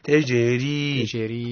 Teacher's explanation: مرققة لأنها مكسورة متحركة، متحركة بالكسر